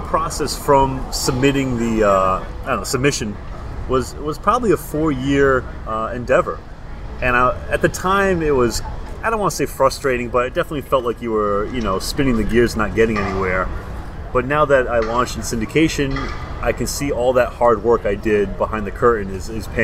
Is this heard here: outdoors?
yes